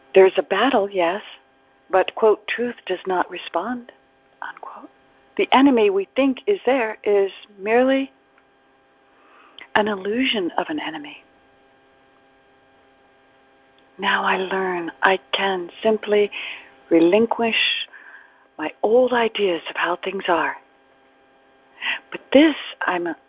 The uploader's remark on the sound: ACIM Daily TEXT Conference Call.